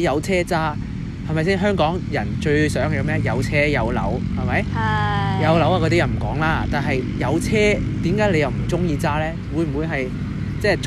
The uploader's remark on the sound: 喺某公園草地上討論香港嘅優點. Apologies for the background noise again maybe someday we will record in a cosy quiet place.